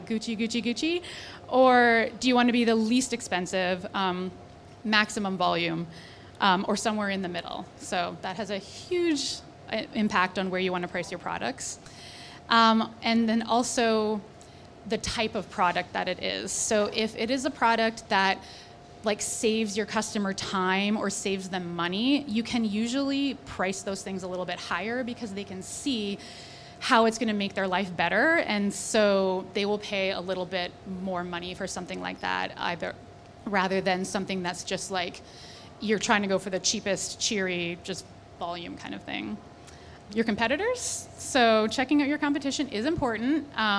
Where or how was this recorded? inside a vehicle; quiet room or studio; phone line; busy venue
busy venue